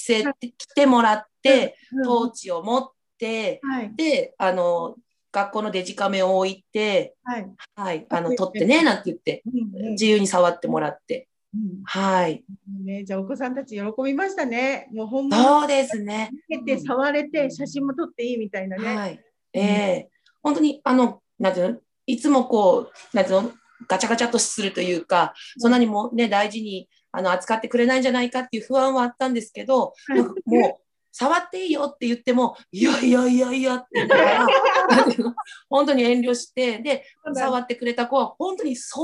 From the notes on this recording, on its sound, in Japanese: Zoomでお話を聞きました。